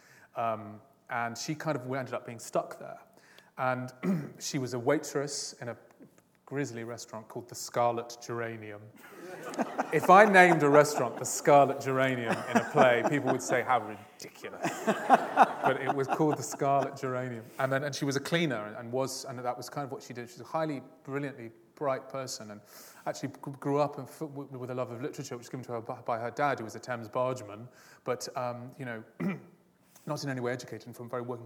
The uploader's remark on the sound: This is a recording of a Platform event from August 2012.